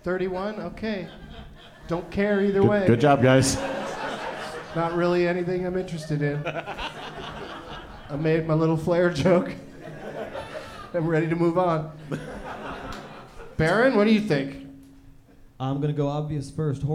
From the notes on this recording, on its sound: Live from the Hell Yes Fest in New Orleans